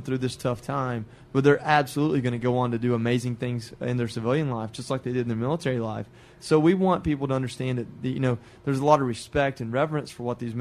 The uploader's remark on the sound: LIVE from the Pushups For Charity event at WCC Loans